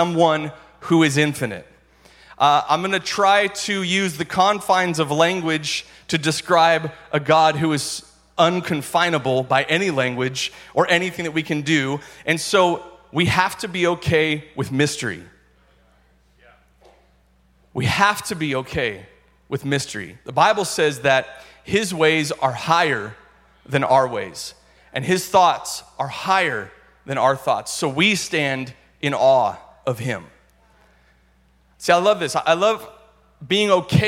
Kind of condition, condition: setting, large echoing room